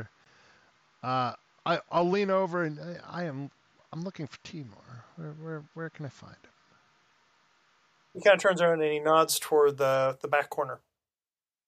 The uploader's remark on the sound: (Test Session). Still figuring this audio post-processing thing out, so be warned, it’s not great sound quality.